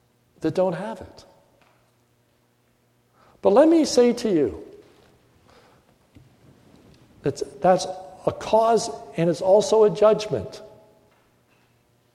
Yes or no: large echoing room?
yes